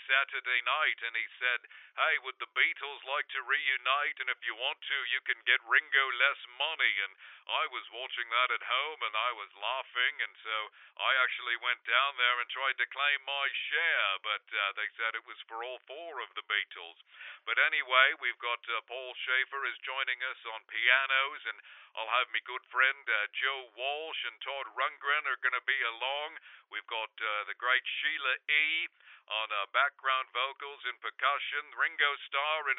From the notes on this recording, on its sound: called